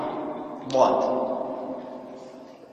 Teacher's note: هو حرف مطبق مطبق لكن يخرج من حافة اللسان، من حافة اللسان بالتخفيف مع الأضراس اليسرى · Term: الضاد